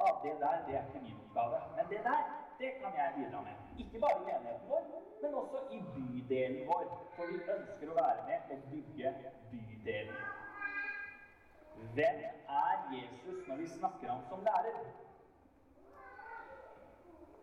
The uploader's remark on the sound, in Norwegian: Vi beklager dårlig lydkvalitet i dette opptaket.